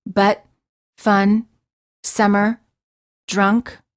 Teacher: For the sound, the lips are completely relaxed and just slightly parted. The tongue is also very relaxed and in the middle position.